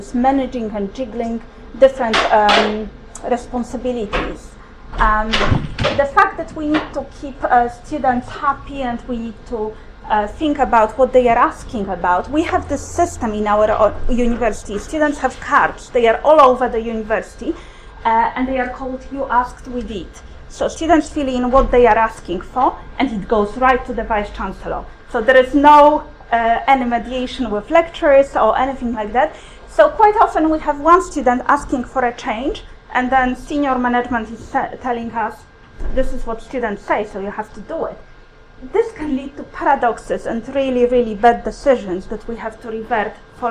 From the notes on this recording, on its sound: Speaks at SRHE International Research and Researchers Network Event - Migration and academic acculturation.